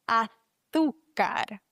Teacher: Einmal das Z, das müssen wir lispeln im Castellano. Azúcar. Dann haben wir auf dem U noch einen Akzent, das heißt, die Silbe wird betont.